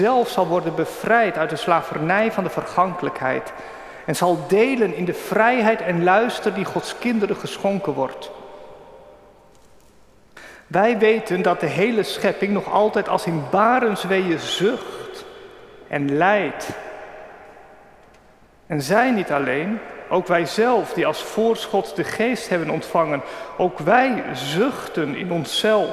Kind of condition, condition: setting, large echoing room